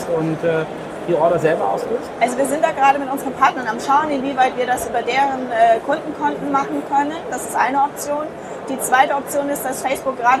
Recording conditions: background noise